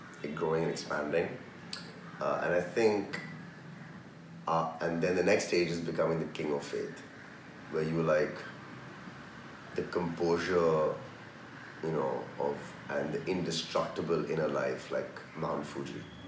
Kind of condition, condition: fault, background noise